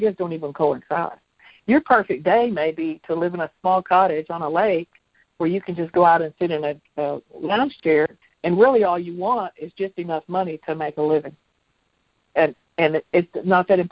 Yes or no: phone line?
yes